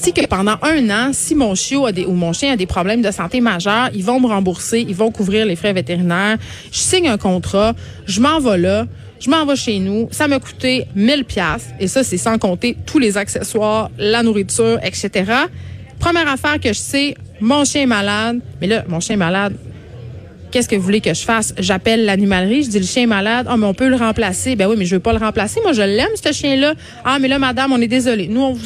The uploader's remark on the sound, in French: En direct du Salon de l'auto de Montréal